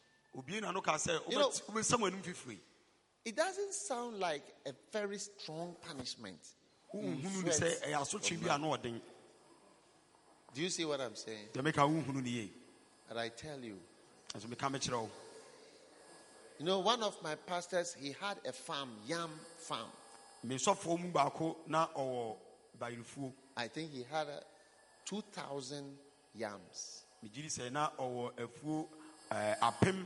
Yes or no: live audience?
yes